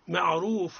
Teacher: الراء هنا مفخمة لأنها متحركة بالضمة